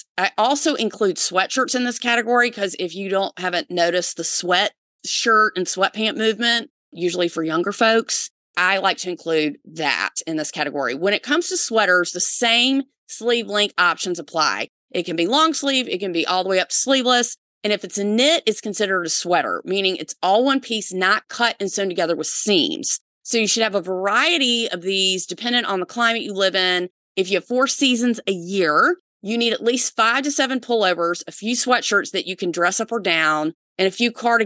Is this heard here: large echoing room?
no